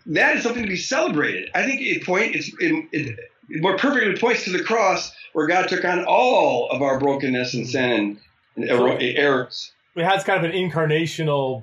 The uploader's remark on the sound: We had some technical difficulties during the recording. The audio is not to our standards, but we felt the podcast was too good to throw away.